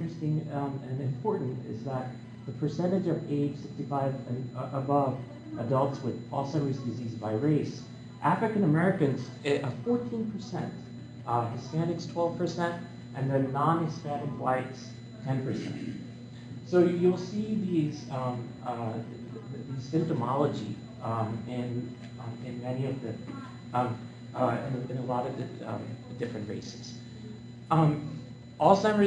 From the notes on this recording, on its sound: This is the live lecture that I delivered at the American Public Health Association